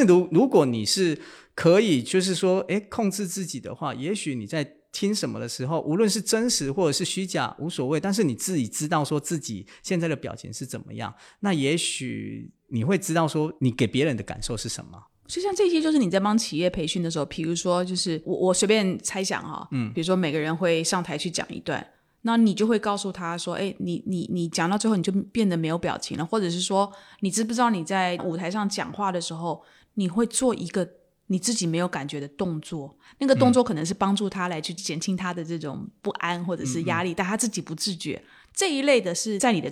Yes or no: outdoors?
no